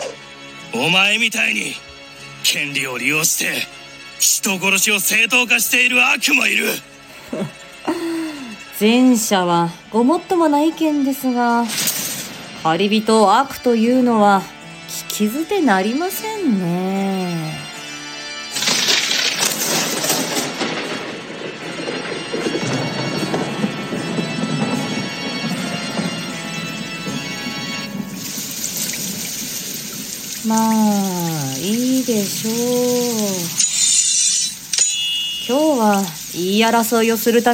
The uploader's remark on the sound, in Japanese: IPadとiPhoneでアナログ直録りしてみましたー。コラボ収録。